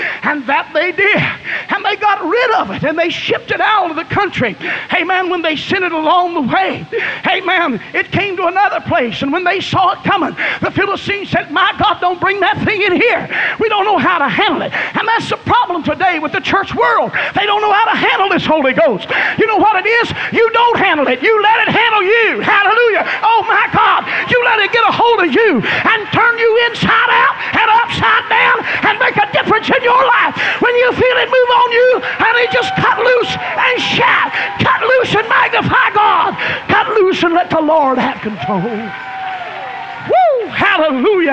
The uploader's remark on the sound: was preached at Burgetown Camp Meeting in Picayune, Mississippi, on June 9, 1993